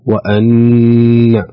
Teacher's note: الحكم نون مشددة تغن بمقدار حركتين